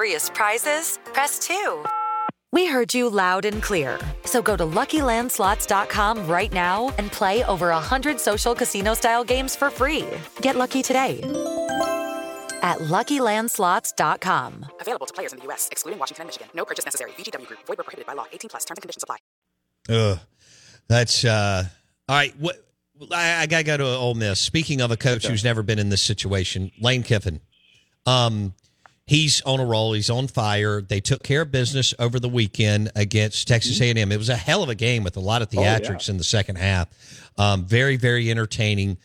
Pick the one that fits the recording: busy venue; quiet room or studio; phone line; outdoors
phone line